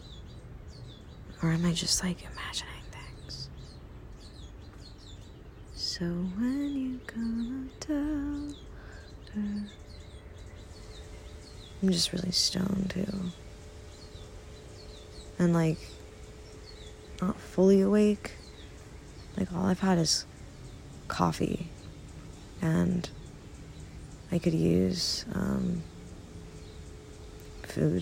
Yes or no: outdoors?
yes